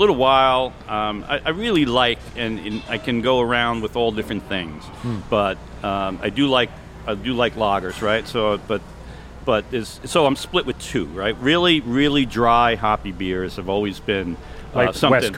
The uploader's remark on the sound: Travel to Blue Point to do a live show at the Brew Pub!